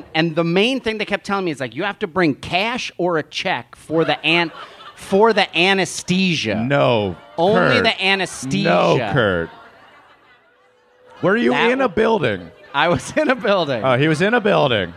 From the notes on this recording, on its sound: It's Bananas live from Portland!